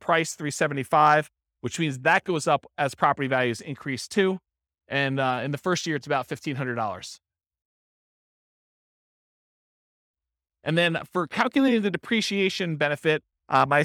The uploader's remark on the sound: This was a live class recorded